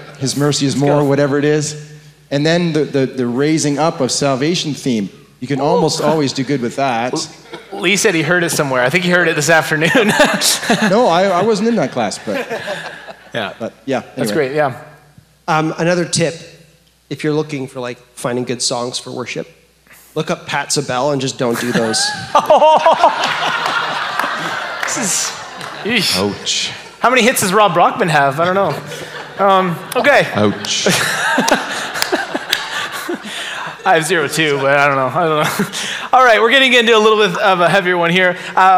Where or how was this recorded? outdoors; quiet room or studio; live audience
live audience